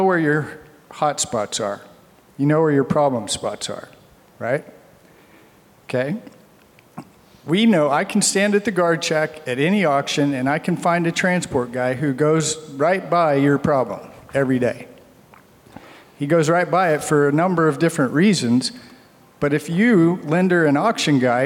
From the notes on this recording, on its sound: We continue our series on the Auto Remarketing Podcast highlighting some of the panels and presentations from Used Car Week 2023. This episode features a dealer panel.